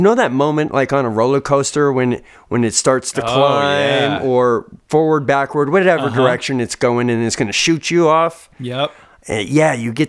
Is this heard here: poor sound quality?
no